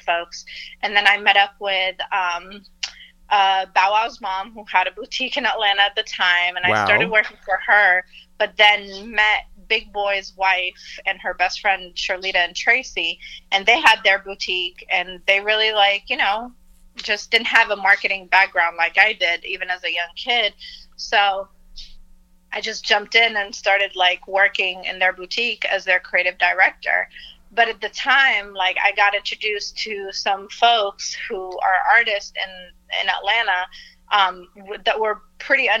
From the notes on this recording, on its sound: We make calls from our Upper West Side apartment to Los Angeles. Then we phone down to Houston.